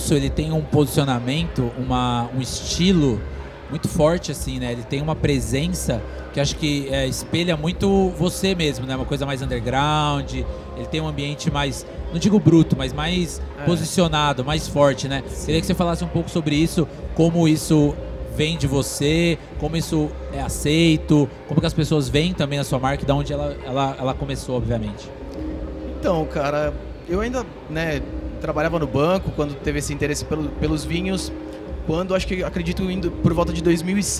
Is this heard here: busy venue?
yes